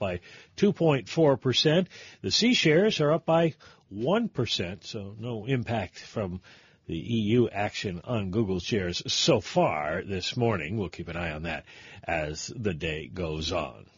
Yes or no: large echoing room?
no